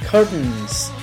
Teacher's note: 这个词呢，可以发成 Curt，然后呢，在 T 后面加鼻音 Curtains 就可以了